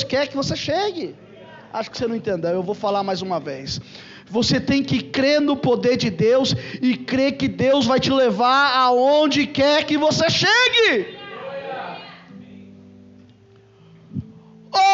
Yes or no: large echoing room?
yes